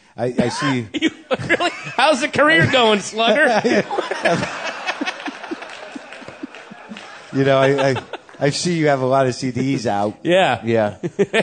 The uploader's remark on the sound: WTF hits the Pacific Northwest with a live show at Bumbershoot, the annual music and arts festival in Seattle.